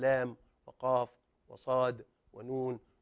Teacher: يتكون من ثلاثة أحرف وسطها ساكن وهو حرف مد مثل لام وقاف وصاد ونون، وهذه تمد ست حركات